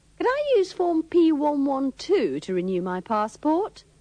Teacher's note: the OU of could is usually pronounced with the schwa